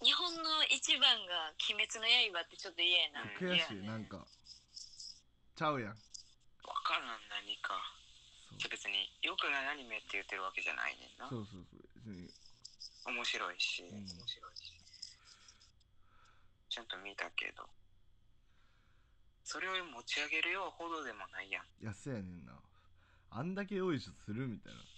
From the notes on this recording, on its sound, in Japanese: 今回は僕の体調不良のためリモートでの収録となっております。無料通話アプリを介しての収録となるので通常運転で音が悪くなっております。